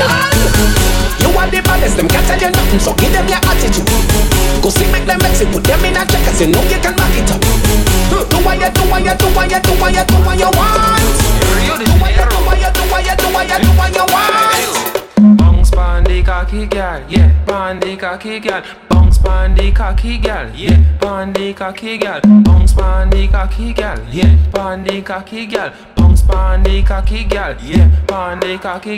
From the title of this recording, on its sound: Live At BACCHANAL & BRUNCH